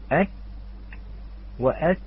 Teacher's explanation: هناك زمن للنفس أيضا في الكاف والتاء، ولكن زمن جدا قليل